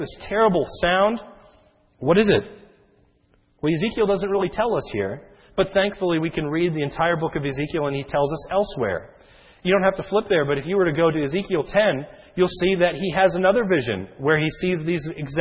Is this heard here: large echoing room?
yes